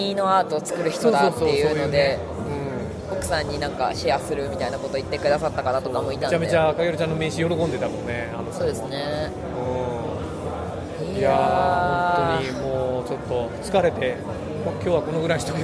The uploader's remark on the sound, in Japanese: 海外ゲームショー遠征スロバキア編。GameDays2日目。会場のライブ収録のため、雑音が多く音声が聞こえにくい箇所が多々あります。